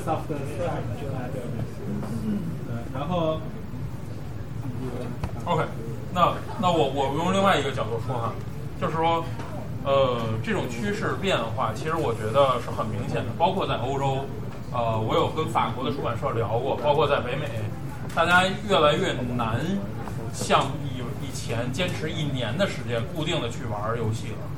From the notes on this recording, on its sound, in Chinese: 本期节目是当时的现场录音